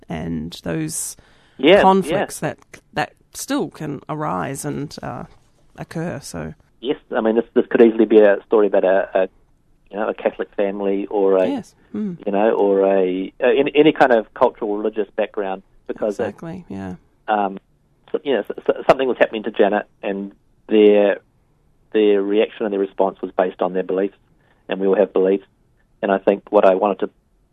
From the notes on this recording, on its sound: speaks over the phone to film maker